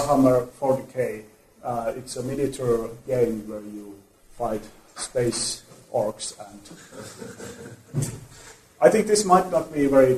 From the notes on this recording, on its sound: In this episode you will hear a public lecture. At Nordic Centre.